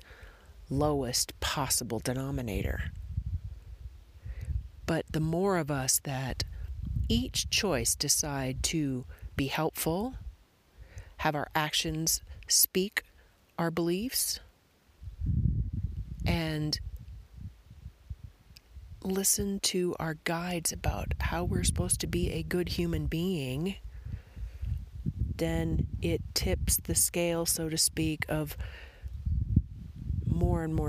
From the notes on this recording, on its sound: Recorded in a National Forest in eastern Arizona.